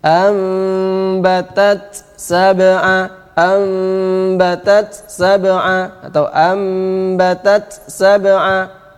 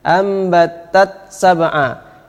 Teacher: Ini karena izhar, wajib izhar, hamsnya harus kelihatan.